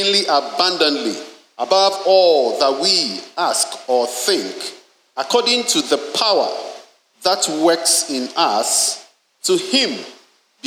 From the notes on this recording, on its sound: Sermon preached at CBC Shiashie Campus.